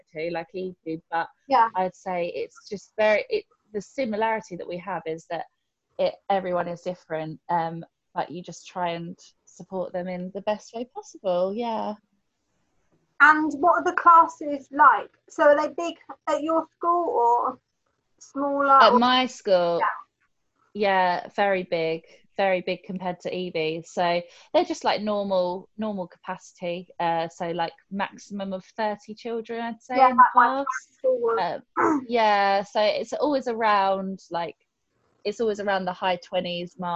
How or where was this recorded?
video call